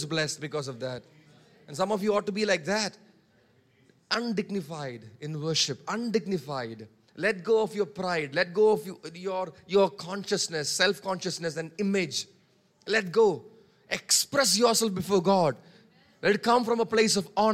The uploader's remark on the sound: preached on 19 March 2023 at Revelation Church